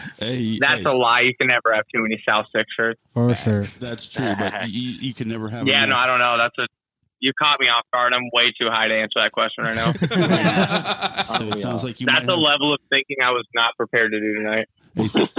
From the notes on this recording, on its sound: Live on the Clubhouse app. Calls in to answer the QotD.